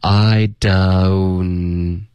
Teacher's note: 结尾的 n 呢一定要顶舌尖。不是一个 on 结尾的这个后鼻音